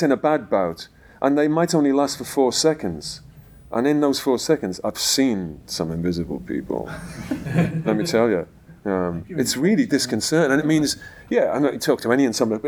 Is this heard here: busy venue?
yes